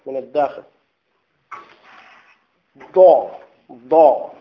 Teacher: فاللسان، طرف اللسان يضغط على الأضراس من الداخل · Term: الضاد